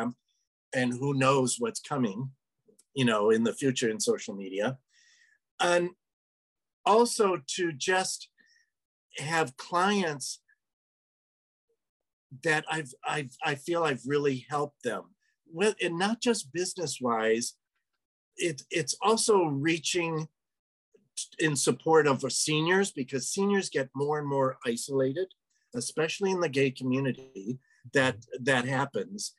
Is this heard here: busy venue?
no